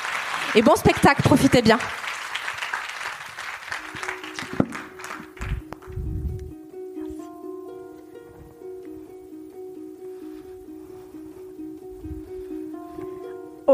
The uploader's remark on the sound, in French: Retrouvez la captation audio de ma conférence spectacle. Jouée à la soirée organisée par l'association Force Femmes et la CEPAC.